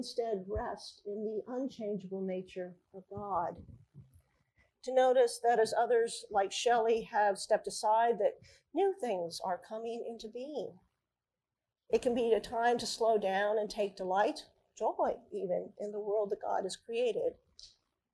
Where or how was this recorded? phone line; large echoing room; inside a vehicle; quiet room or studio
large echoing room